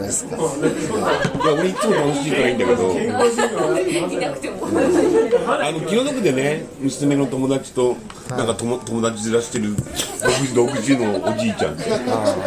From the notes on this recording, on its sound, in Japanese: 滝上町オフライン収録！新オープンするふくらい家潜入収録！